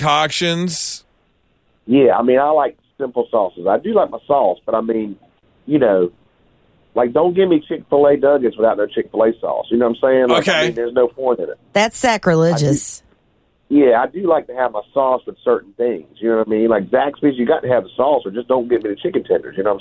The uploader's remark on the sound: Last we have a secret country phone call